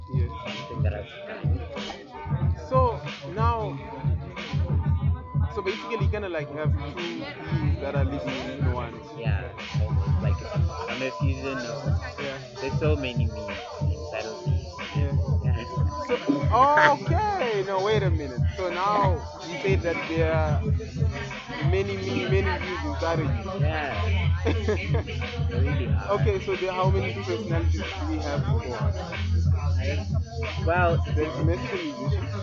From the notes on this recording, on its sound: Every last Sunday of every month at Botaki Ba Afrika they host an open Mic session that they call the Jam Session. The place is an amazing hive of activity that is timid with youthful enthusiasm and excitement. Apologies for the sound that has swallowed the conversation, however, on the bright side the music captured I hope it tickles your fancy and takes you to the Jam Session.